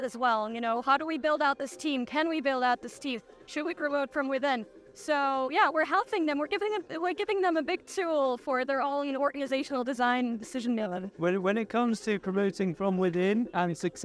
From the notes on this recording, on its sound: We are live from RecFest 2023! The bubbles are blowing and the 360 camera is spinning! We have set up the podcast station for the chance to grab some of the attendees to talk about why they are at the event.